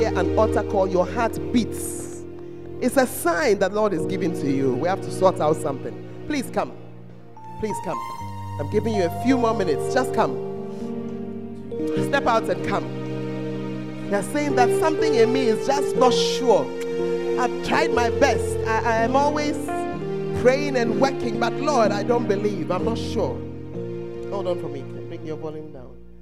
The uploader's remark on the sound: Preached at First Love Center, Ayeduase